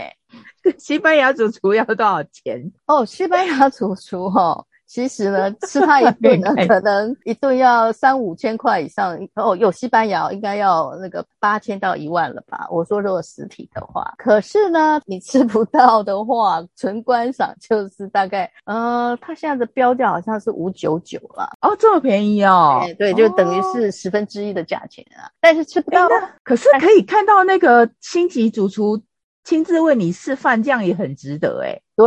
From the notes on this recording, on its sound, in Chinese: 姐姐們兩地開錄。首度使用ZOOM軟體嘗試遠距錄音，音質不比專業錄音室，請多擔待嘿。